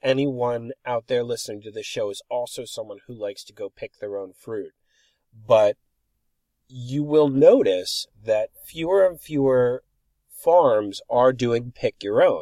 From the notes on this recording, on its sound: Recorded at Jayne’s Orchard at the peak of the season in July.